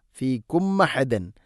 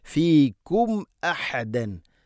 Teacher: അതുകൊണ്ട് ശ്രദ്ധിക്കണം ഫീകും അഹദൻ. സാക്കിന മീമിന് ശേഷം ഹംസ വന്നാൽ ഇസ്ഹാറാണ്, വെളി വാക്കി ഉച്ചരിക്കണം. · Shown in: second take